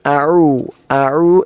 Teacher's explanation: രണ്ടാമത്തേത് ഐനാണ്, അഊ, അഊ എന്ന ഐൻ തൊണ്ടയുടെ മധ്യഭാഗത്ത് നിന്നും പുറപ്പെടേണ്ട അക്ഷരമാണ്